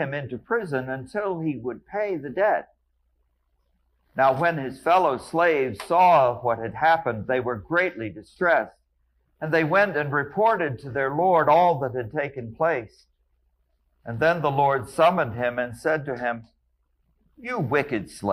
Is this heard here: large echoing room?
yes